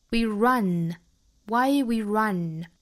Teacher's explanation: 英语里面的这个 n 这个音素要记得是舌前部在上齿龈的位置贴住 n 也就是往后走一点。 We run.